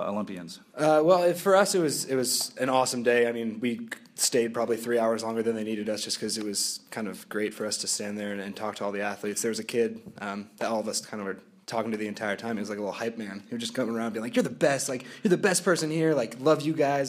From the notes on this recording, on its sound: We begin at Southern Methodist University in front of a live studio audience.